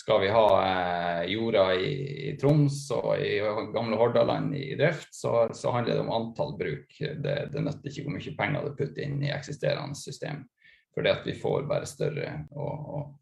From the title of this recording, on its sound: Live Zoom